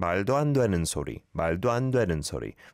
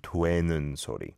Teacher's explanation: the 돼 sound is not overly pronounced as a 왜 vowel sound · Shown in: first take